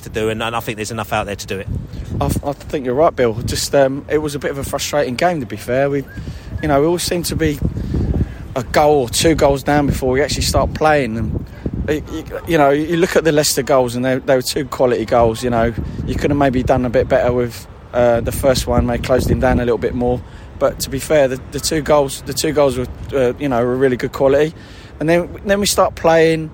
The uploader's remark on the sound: post-match podcast from the pub